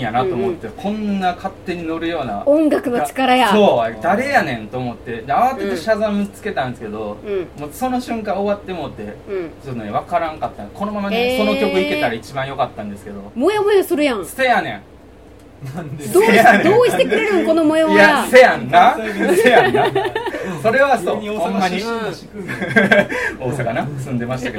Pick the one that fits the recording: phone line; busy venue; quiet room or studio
busy venue